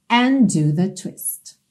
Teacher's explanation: and termina em D, do começa em D, você tem um D só